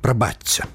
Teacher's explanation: паводле правілаў мілагучнага беларускага вымаўлення шыпячы гук прыпадабняецца да наступнага свісцячага